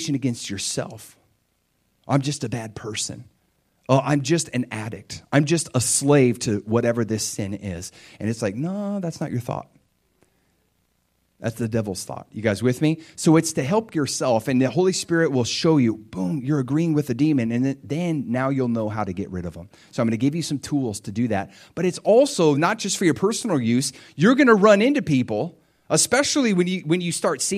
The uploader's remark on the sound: This is a practical message I preached at my church